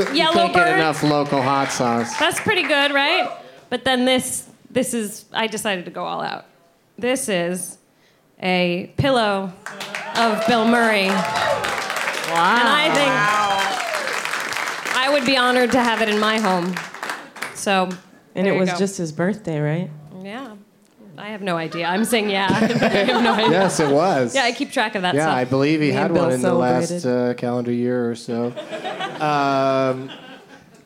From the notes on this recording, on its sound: Live from Fantastic Fest in Austin